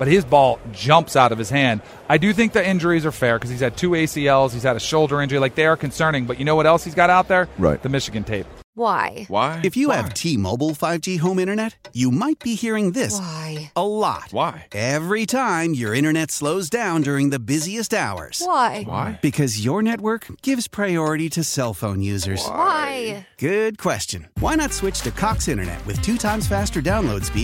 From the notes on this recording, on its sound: LIVE from radio row in Vegas!